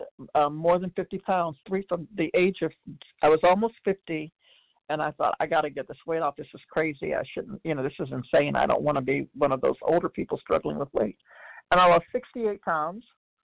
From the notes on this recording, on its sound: 100 Pounders Phone Meeting